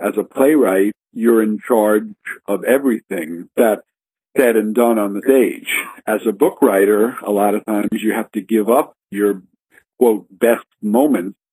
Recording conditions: phone line